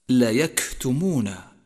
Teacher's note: تطبيق جيد على صفة الهمس عند حرف الكاف لا يكتمون، حيث يجري النفس عند نطقه